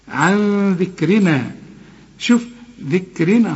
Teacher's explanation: كل الحروف مرققة بما فيهم الراء، لأن الراء مكسورة وما دام مكسورة تبقى مرققة.